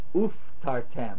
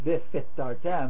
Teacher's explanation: And by the way, that's why we don't say, when you have m, b, p, you don't say v, it's always u. A v always changes to u in front of m, b, p, because you can't get your mouth closed again after the v. · Shown in: first take